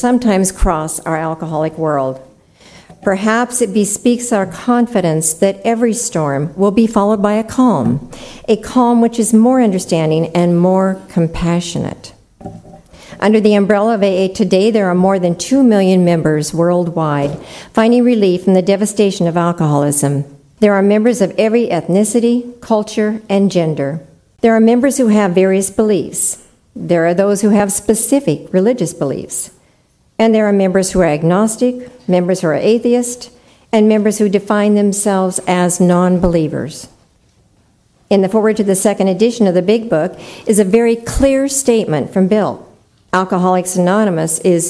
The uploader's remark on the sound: There were about 300 of us in Santa Monica. You'll hear segments form four of the talks recorded at the conference.